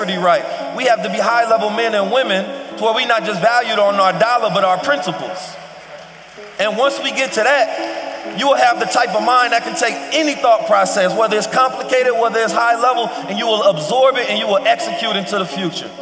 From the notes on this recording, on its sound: The first ever live episode of HLC goes heavy on all things pertaining to the future. HLC live from Investfest.